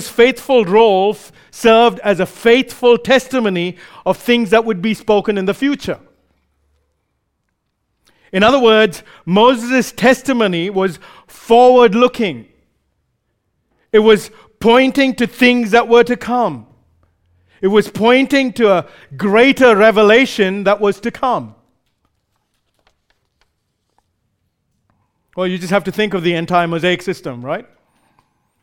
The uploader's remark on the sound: recorded live at Grace Community Bible Church